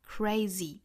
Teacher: who do.首先我们来做英音的语音讲解。The people who are crazy enough,这个 crazy,大家注意这个词啊，不要发成了 crazy,是 z-e, crazy, 也就是尾部呢其实是一个小写的 i 的发音啊